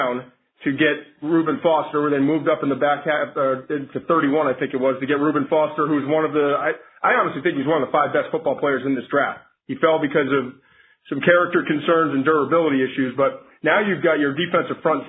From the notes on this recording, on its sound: NFL Draft Conference Call